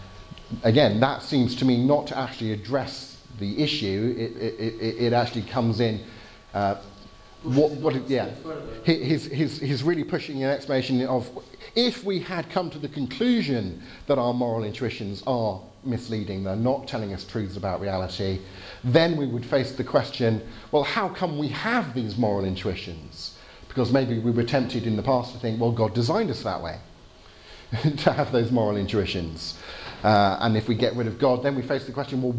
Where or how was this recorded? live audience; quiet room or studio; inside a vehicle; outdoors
live audience